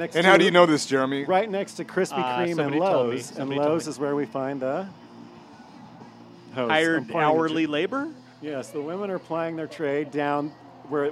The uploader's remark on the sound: Recorded live at Woody's Bar on Aurora.